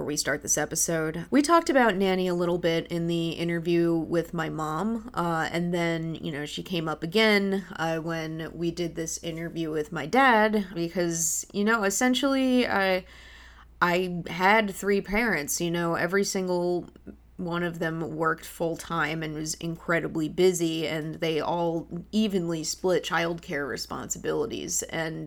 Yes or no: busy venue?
no